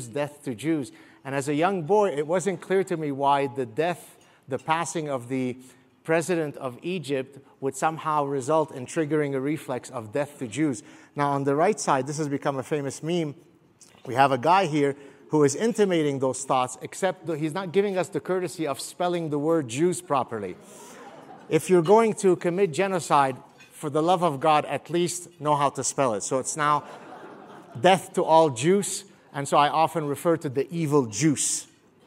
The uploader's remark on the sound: I delivered this talk at the Steamboat Institute's Summit on Foreign Policy and Global Security